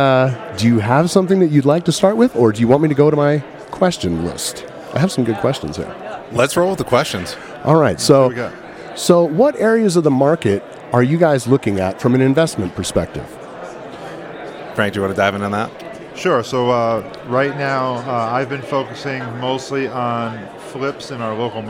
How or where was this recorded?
busy venue